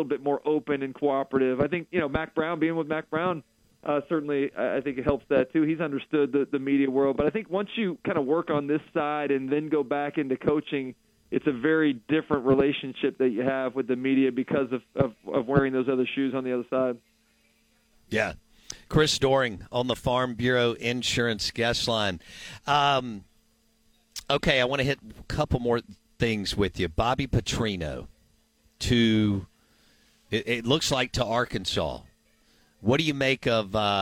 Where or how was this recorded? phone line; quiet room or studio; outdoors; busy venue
phone line